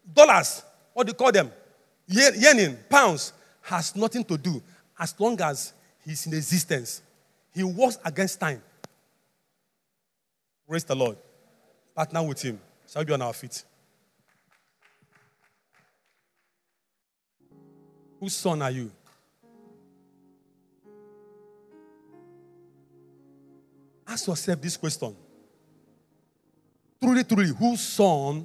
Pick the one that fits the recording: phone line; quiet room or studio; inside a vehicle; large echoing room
large echoing room